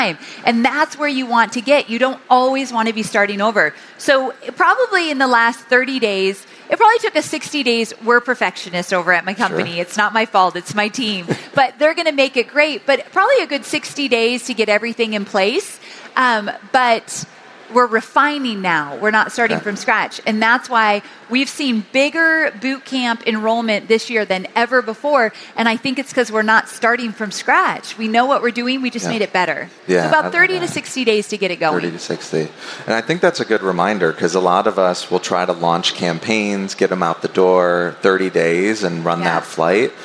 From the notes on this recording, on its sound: INBOUND 2023 Replay. I had the incredible opportunity to take the stage at the 2023 event for a fireside chat.